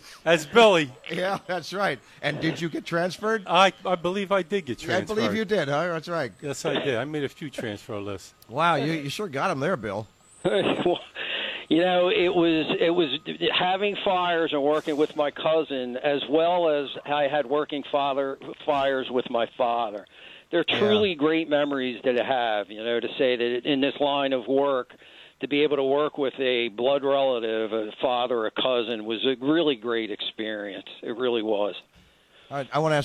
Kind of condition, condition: link, phone line